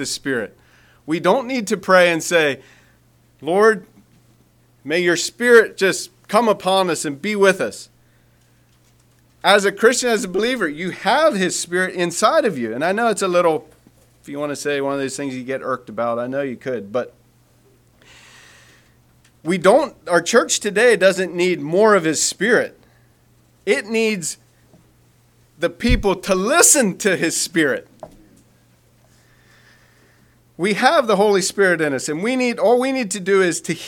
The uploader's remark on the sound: Message preached at Word Of Hope Sunday Aug 27, 2023